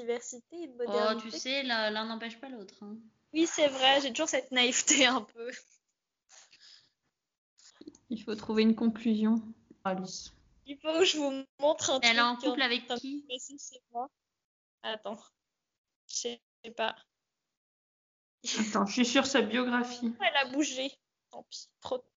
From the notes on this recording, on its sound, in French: Un podcast d'analyse féministe imaginé pendant le confinement, en enregistrant avec les moyens du bord.